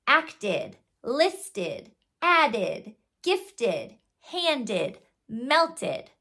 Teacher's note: it can sound like id, which has a schwa sound before the d.